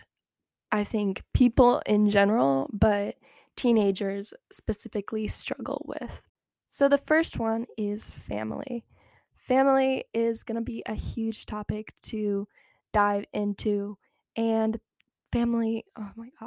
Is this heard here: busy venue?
no